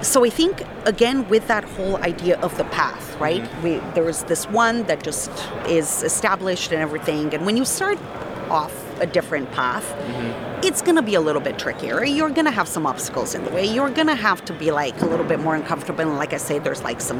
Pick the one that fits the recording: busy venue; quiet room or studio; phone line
busy venue